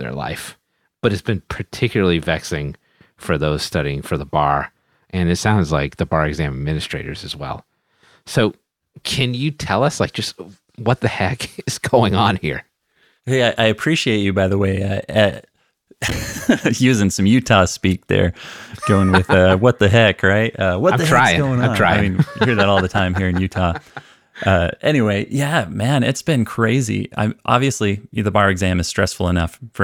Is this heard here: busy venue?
no